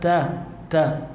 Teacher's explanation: أولا التاء بدنا نجيب مخرجها، تفتح تمك بالتاء فيك تجيبها، أما إذا بتسكر تمك ما بتطلع معك إلا طاء. ألا تا تا افتح تمك بالتاء تطغو تاء ثم طاء، ما بدنا نفخم التاء ولا بدنا نرقق الطاء، نجيب الأولى مرققة والتانية بمخرجها الطبيعي.